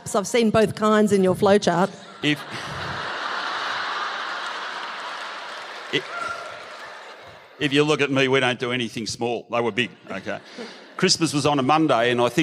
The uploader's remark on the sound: Just a few kilometres from the hallowed MCG, and in front of a live audience of 2400 people. Recorded live in Melbourne.